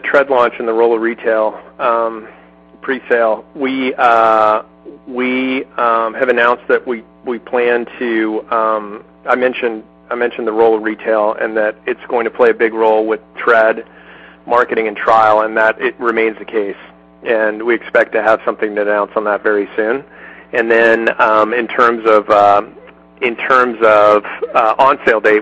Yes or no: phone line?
yes